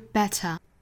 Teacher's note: 英音的话是 better.结尾呢是以元音结尾的